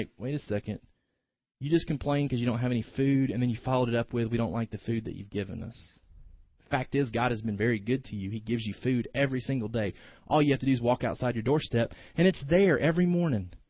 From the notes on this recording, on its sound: delivered this morning's sermon